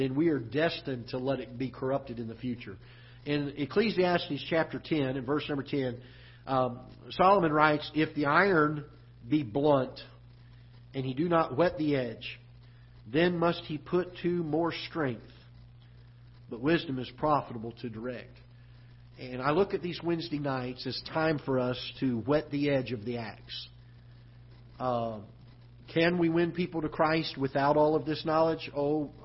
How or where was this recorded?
large echoing room